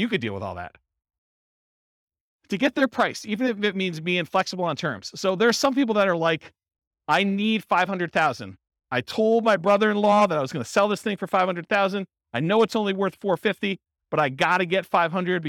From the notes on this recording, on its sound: This was a live class recorded